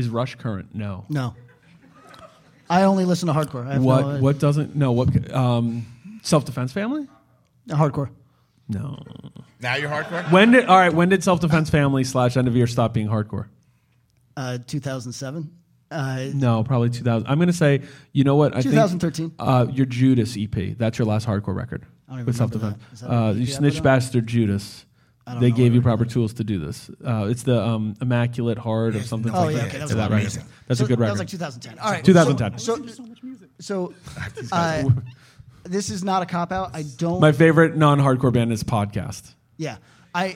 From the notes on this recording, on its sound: Our live studio audience taping of A2G from Brain Dead Studios, as part of Sound & Fury 2022.